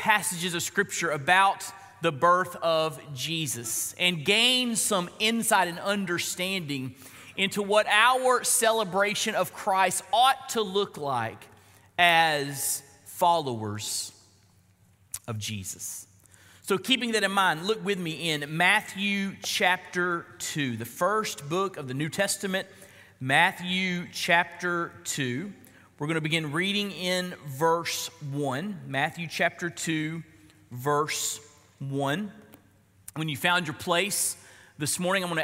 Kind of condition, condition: setting, large echoing room